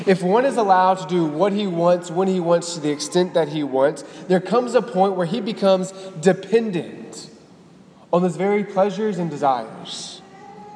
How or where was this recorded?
large echoing room